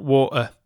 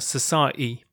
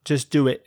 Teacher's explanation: le glottal stop. L'arrêt de la glotte qui est très fréquent sur le T en fin de syllabe